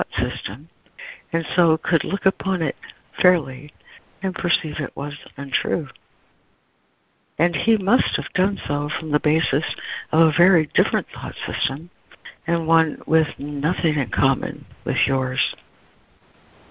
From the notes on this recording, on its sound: ACIM Daily Conference Call.